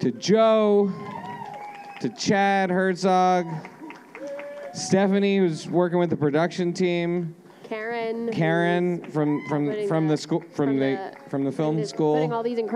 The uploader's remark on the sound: As part of University of Arizona’s SXSW Movie Night night. In front of a packed live audience.